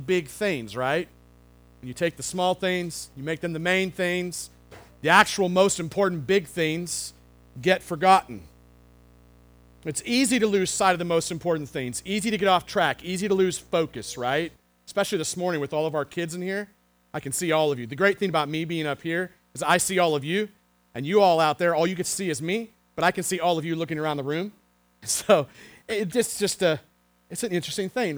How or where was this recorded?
large echoing room